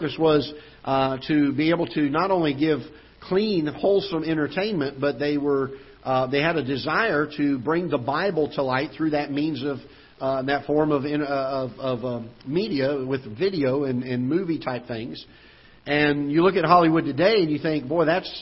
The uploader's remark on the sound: Ketha Heights Baptist Church ~ Live Broadcast